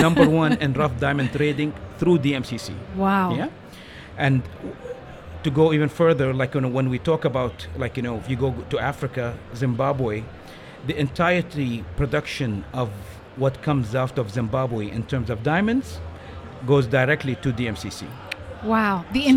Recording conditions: busy venue